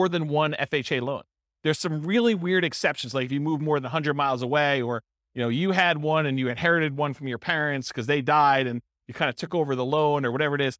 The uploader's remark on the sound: This was a live class recorded